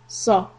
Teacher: And sad fatha, sa, heavy letter, keep your lips steady but raise the back part of the tongue